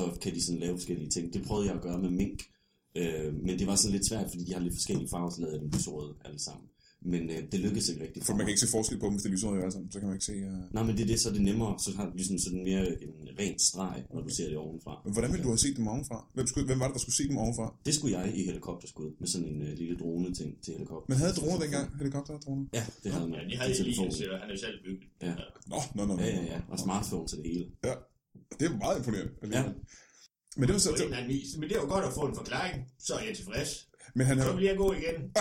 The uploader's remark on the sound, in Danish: Ja, og så lærer vi, at teknik kan ødelægge hvad som helst. Lyden eskalerer i frygtelighed.